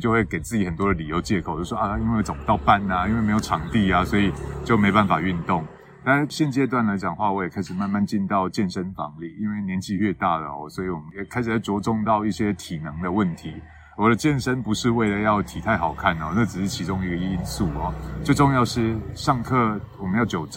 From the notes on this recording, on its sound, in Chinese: 錄製地點是"臺中東豐鐵馬道"